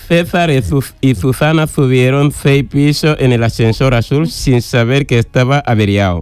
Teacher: La primera parte ha sido más ceceo y después ya ha corregido un poquito más el ceseo.